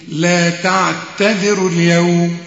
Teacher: الواو بلغيها، ليه بلغيها؟ علشان ساكنة واللام بتاعت اليوم ساكنة، لكن تثبت إذا وقفت.